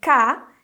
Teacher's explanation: Repare no som do a com a boca bem aberta em ca e no som do e, assim, e, como se ele tivesse um acentinho circunflexo.